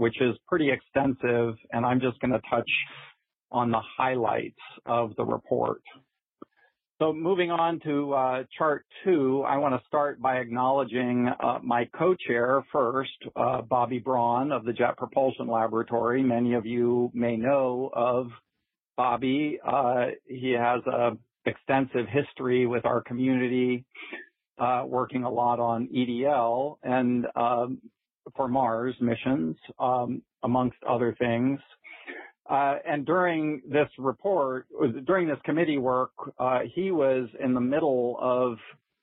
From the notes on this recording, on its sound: The topic was the subject of the June 16th Future in Space Operations teleconference.